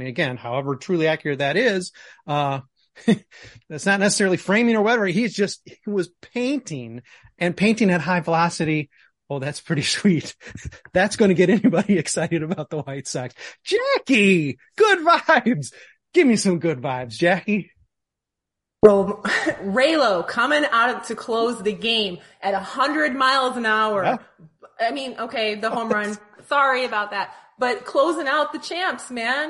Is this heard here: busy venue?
no